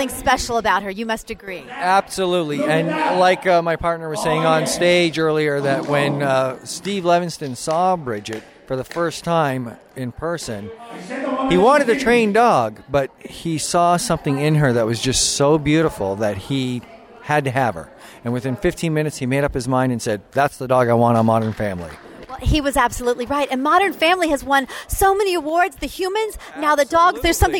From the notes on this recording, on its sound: Live on The Red Carpet! On Pet Life Radio.